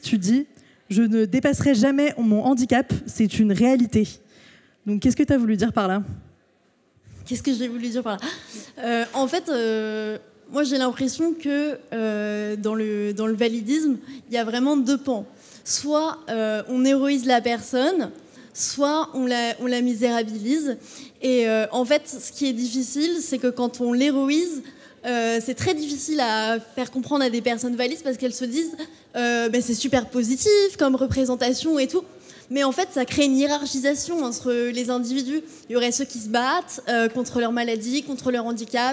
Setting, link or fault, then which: setting, live audience